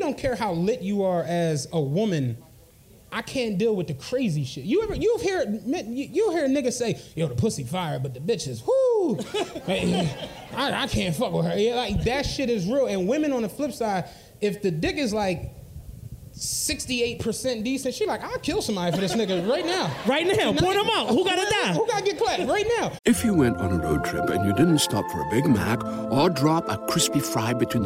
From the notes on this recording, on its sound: A LIVE SHOW!